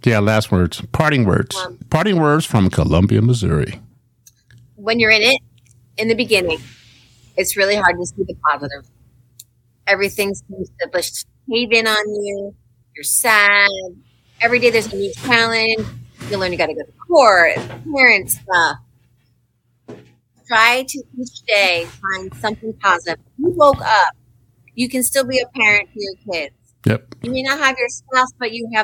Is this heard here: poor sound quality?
yes